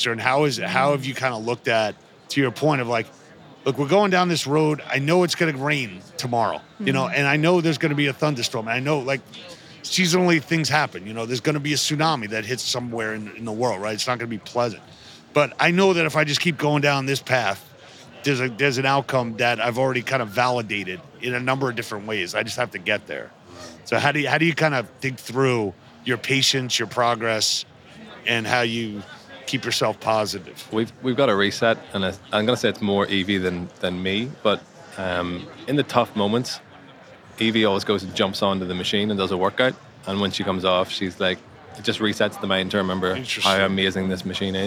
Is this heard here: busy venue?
yes